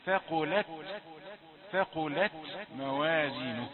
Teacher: إخفاء وفيه الغنة. وانتبه إلى همس التاء الساكنة